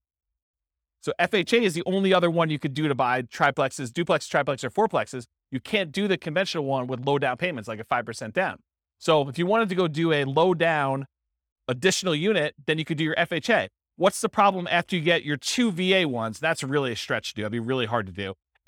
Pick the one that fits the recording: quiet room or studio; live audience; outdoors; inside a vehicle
live audience